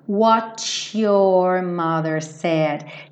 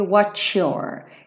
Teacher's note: Lembra que a gente já viu várias vezes uma palavra que termina com T, seguido de you ou your, esse T acaba virando cha-cha-cha